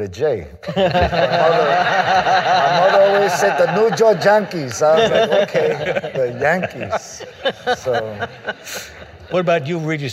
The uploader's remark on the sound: Recorded March 9, 2015 at New York’s 92nd Street Y.